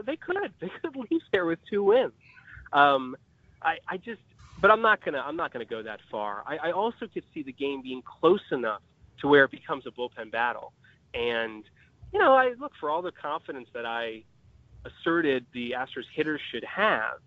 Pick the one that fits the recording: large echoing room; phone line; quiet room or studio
phone line